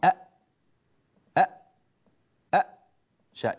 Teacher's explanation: تخرج الهمزة من أقصى الحلق